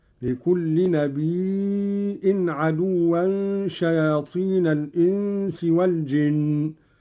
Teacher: قرأ قالون بهمز الياء من النبأ وهو الخبر: لكل نبي عدوا شياطين الإنس والجن، ويصير عنده مدا متصلا.